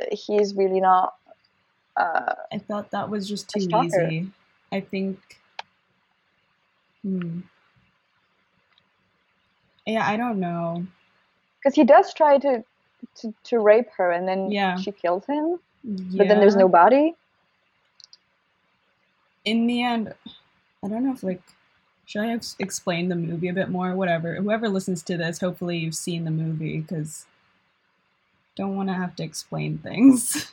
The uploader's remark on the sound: shitty audio!